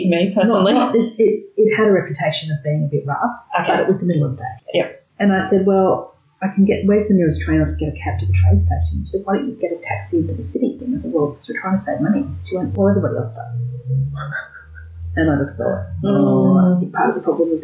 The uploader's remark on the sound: For whatever reason, the audio quality in this episode is varied and lower than we generally achieve. We fixed it as much as possible afterwards.